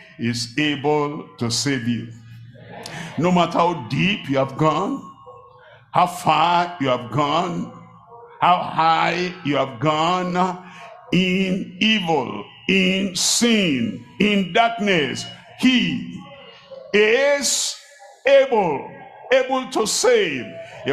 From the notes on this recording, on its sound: live at Ogbomosho, Nigeria